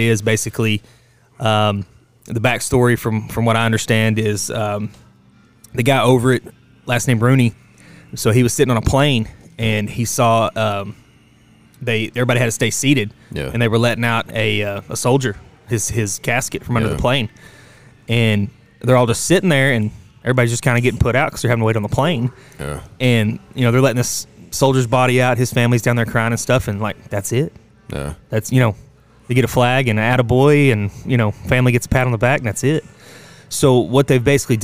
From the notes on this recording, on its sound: Live from the Lane Frost Brand booth in Guthrie, Oklahoma at the Bullnanza Xtreme Bulls Event